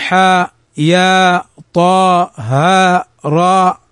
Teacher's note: أيضا من المد الطبيعي مد الألف في حروف الهجاء في قولنا حي طهر، فنقول حاء يا طاء هاء راء، فيمد مدا طبيعيا بمقدار حركتين